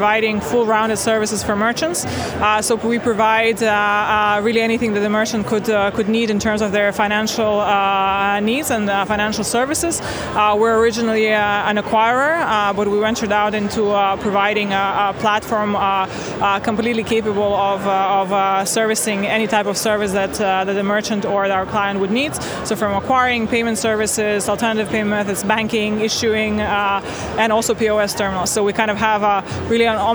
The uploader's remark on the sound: The first of three episodes recorded at Money20/20 Europe 2023, that took place in Amsterdam in June. We recorded a series of interviews with a number of the speakers from the conference.